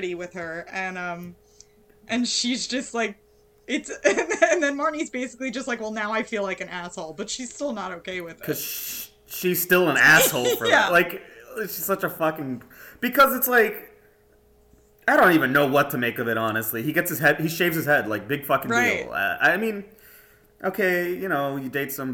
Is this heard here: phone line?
no